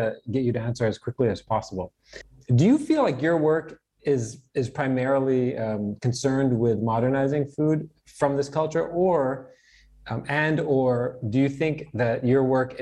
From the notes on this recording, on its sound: There is a moderated town-hall-style Q&A with questions coming from the live virtual audience on Zoom.